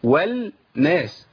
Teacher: لأن أنا لما أعمل إدغام اللام في النون يبقى أبدلت اللام بنون على طول